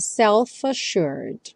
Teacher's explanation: E o self já junta com A, então self-assured.